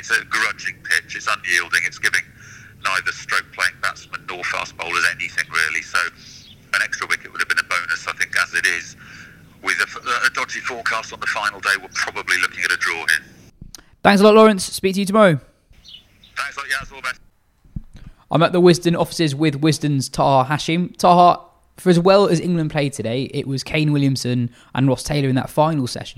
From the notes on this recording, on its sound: On the phone from Hamilton. In London.